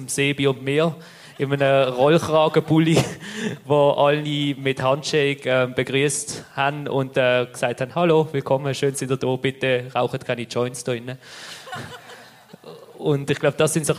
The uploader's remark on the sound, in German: Live vom Schlossplatz. Die Live-Aufnahme. Sm'Aesch-Fescht auf dem Schlossplatz.